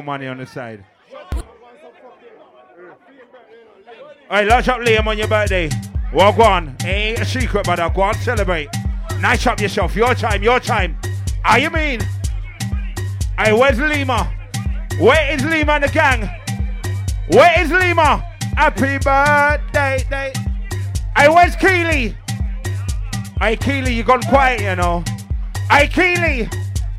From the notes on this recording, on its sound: Live recording taken from Always Motivated all black boat party 6th November 2022.